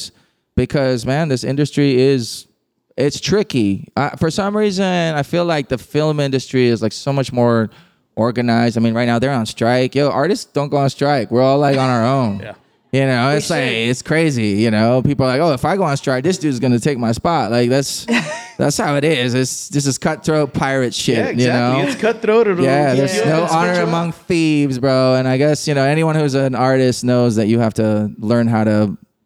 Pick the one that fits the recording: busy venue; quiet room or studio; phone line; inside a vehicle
busy venue